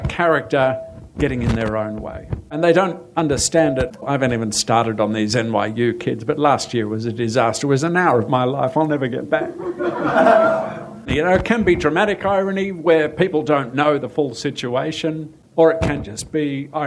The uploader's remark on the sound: live hang out at Sydney Skeptics In The Pub